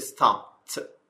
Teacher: ed به شکل t تلفظ میشه